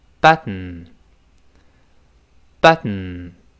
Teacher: 舌尖儿这儿没有爆破，从鼻子出气儿